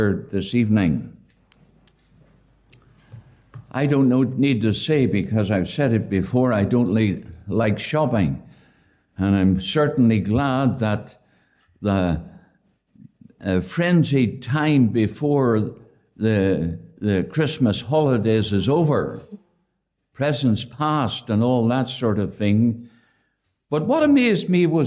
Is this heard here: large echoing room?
yes